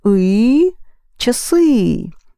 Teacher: another word from час is just the plural, accenting the ending.